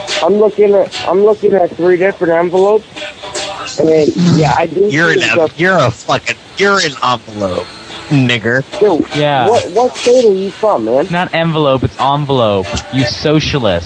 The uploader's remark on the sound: Prank Phone Calls Collection. From archive.org.